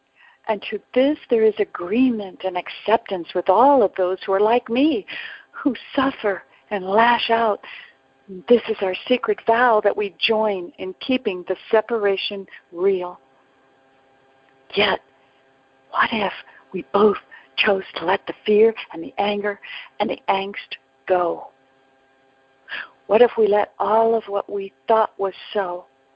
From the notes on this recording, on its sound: ACIM Daily TEXT Conference Call